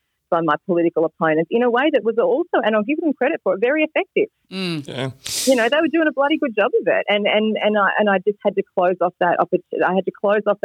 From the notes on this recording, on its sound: We managed to get her on the phone. Raw and unedited.